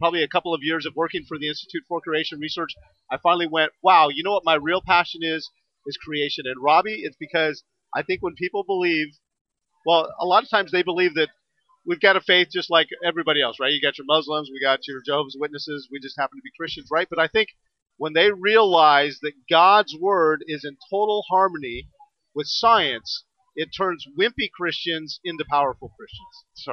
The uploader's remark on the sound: Interview from the Expo Floor NRB 2021.